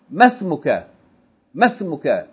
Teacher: But they're saying that this masmuka is pronounced masmuka. Masmuka, not elongating the fatah of the meem, without elongating. They're saying the pronounce is short.